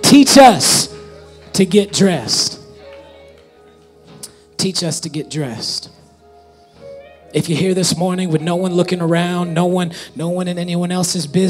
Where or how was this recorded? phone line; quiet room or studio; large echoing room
large echoing room